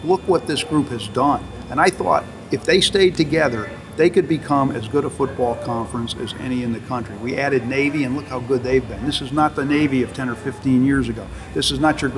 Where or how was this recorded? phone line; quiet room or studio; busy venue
busy venue